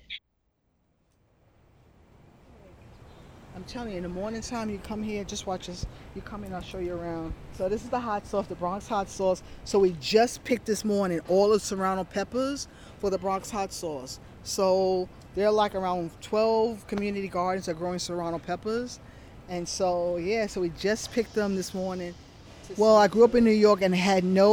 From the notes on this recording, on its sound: It took 30 minutes talking to Bronx residents outside the New York Botanical Garden to get a lesson in disparity, neighborhood history, and green spaces.